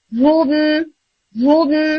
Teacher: हु कहते हुए आपने होंठों को गोल करना है